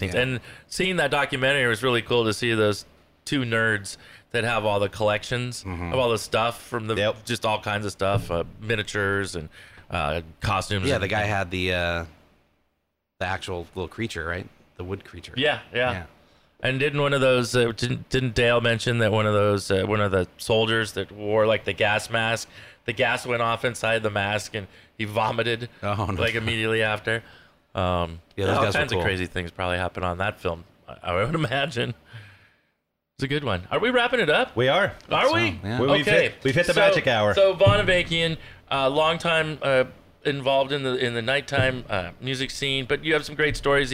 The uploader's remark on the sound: at the Casbah San Diego